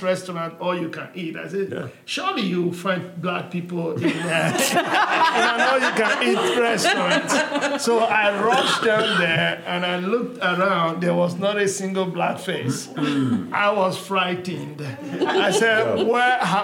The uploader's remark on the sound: Gathered a panel of Black business owners from across northwest Arkansas to discuss their experiences. In an excerpt from the live recording, we hear what inspired them to start their own business.